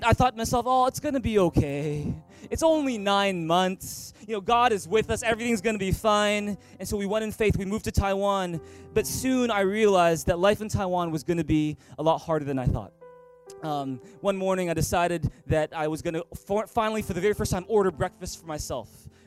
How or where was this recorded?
large echoing room